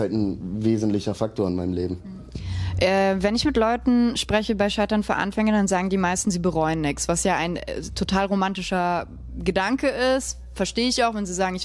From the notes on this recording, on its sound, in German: Auf dem Tapefabrikfestival.